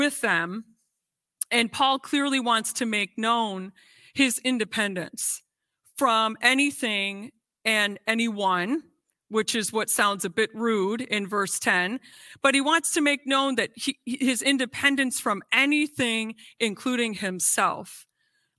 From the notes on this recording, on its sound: This sermon was recorded live on March 5th at Newark United Pentecostal Church